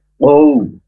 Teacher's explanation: Karena wawu sukun sebelumnya berharokat fathah. Jadi tidak boleh panjang.